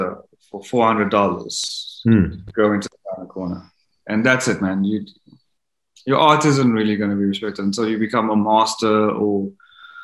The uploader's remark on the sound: the Zoom call quality of this recording is appalling